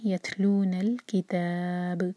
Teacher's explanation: تا پر سکون ہے تا پر ہمس کریں گے سانس جاری رکھیں گے. یتلون الکتاب یہاں رکیں گے تو ہم تا جو ہے چار حرکہ لمبا کریں گے تو یہ ہوگا مد عارض لسکون، اور با کو ہم ساکن کر کے رک رہے ہیں تو با پر قلقلہ ہوگا.